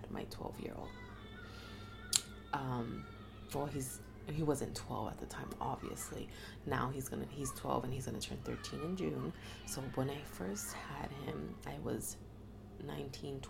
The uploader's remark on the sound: There is a lot of background noise in this episode. I just couldn’t get in a quiet space today at home.